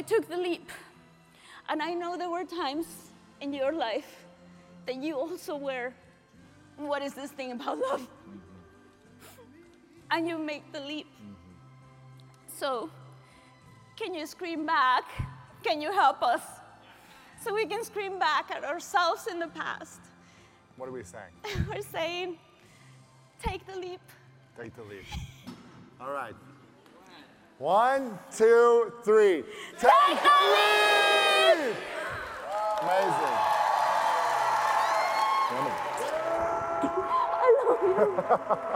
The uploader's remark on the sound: Live Audience Q&A. Recorded LIVE at The Summit of Greatness 2023.